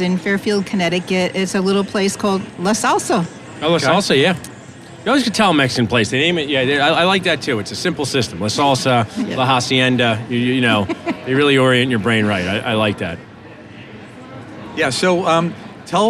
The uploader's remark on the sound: Live from the Benco booth at the GNYDM 2019